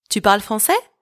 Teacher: Now, to make this a question using our first method, which is using intonation, I am just going to raise my voice at the end of that sentence.